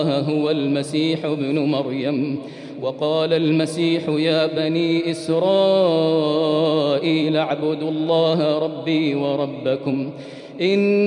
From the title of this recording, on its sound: 8th Ramadan 2020 Taraweeh Prayer in Masjid Al Haram, Makkah, Saudi Arabia